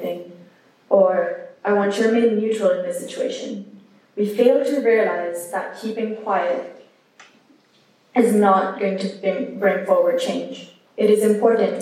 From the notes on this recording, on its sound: A recording of the Diversity and Inclusion group's chapel speech on Anti-Racism.